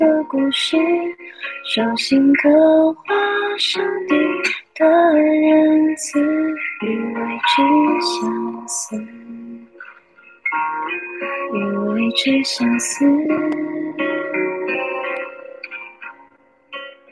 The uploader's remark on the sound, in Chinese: 首届Zoom线上弹唱会